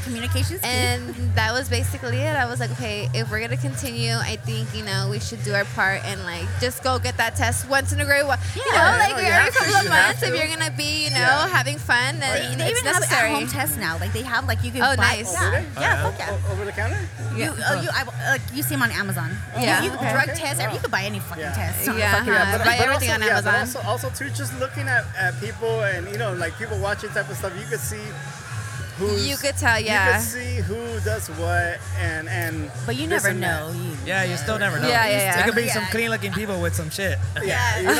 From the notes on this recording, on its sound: recorded at Athena's, a lifestyle swinger hideaway